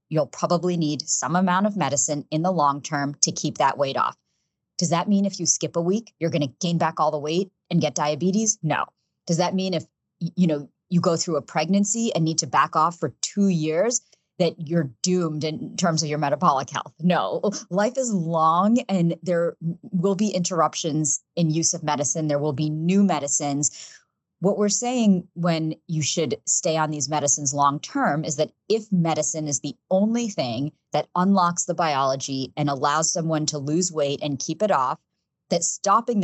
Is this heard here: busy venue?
no